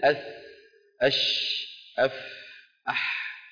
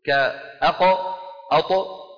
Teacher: إذن بحثنا هذا تقسيم الحروف إلى شديدة ورخوة وبينية أثره العملي والتطبيقي يتجلى عند نطق الحروف الساكنة. فالحرف الرخو الساكن زمنه ممطوط نسبيا، الحرف الشديد زمنه قصير نسبيا